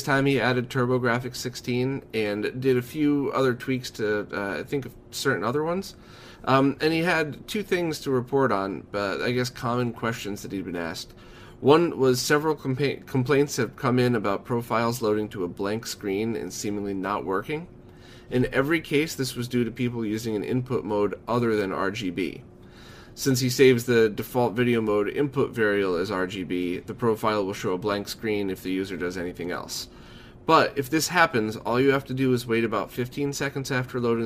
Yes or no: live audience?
no